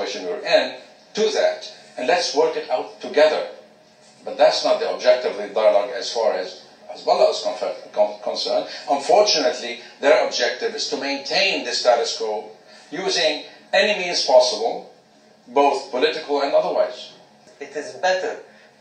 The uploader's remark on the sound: an audio clip by my father at a Brookings Doha Center event